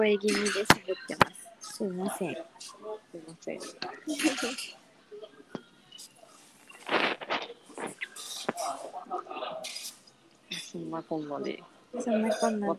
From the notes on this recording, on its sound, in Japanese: ファミレスで録音したので、こそこそ話ぎみです